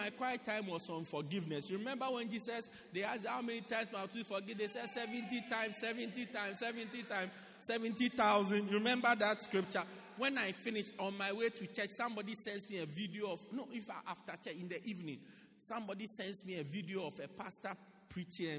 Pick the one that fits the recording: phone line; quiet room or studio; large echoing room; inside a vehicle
large echoing room